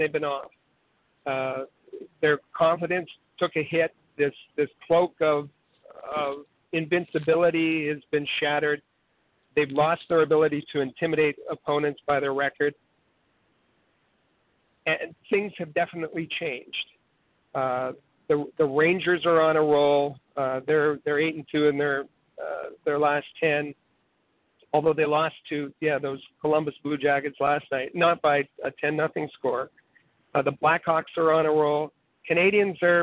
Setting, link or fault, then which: link, phone line